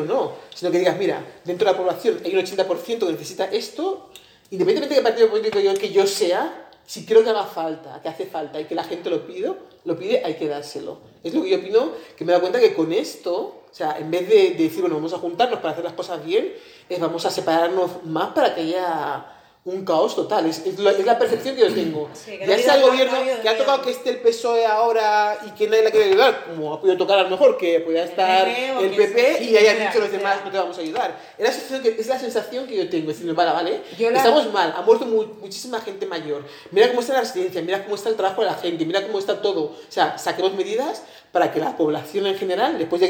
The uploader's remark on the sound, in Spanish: Este episodio se grabó en una "especie de nave", de ahí el sonido con un poco de eco. Lo hemos intentado mejor todo lo posible.